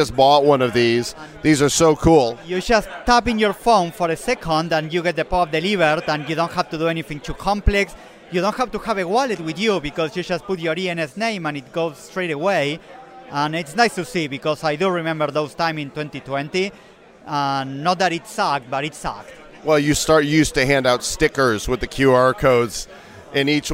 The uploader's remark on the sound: Live from NFT NYC 2022!